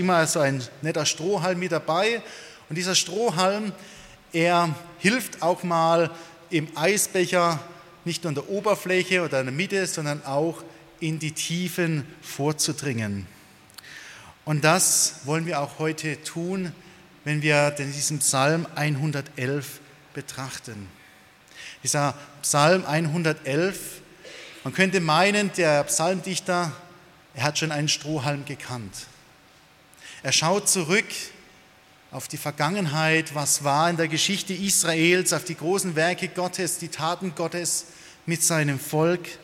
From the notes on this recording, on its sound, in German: aus dem Gottesdienst der Liebenzeller Mission